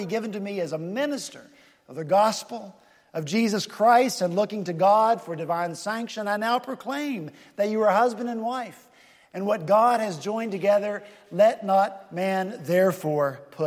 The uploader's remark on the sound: at Redeemer Presbyterian Church in Charleston, SC